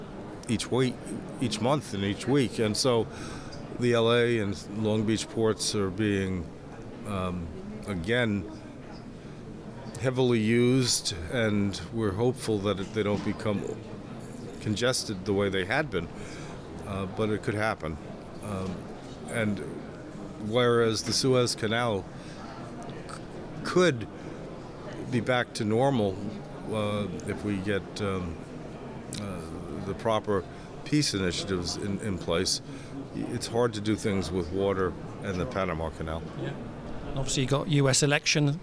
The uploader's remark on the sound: A series of interviews from the show floor at Ambiente 2024 in Frankfurt, Germany. Mega consumer products show Ambiente took place in the German city of Frankfurt at the end of January.